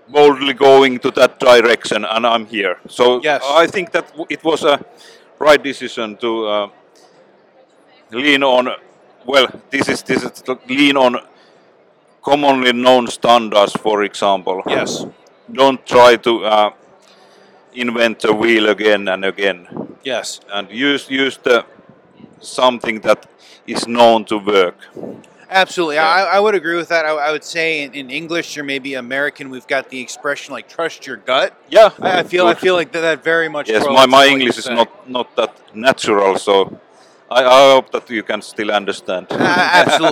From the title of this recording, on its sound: Live From Hannover Messe 2023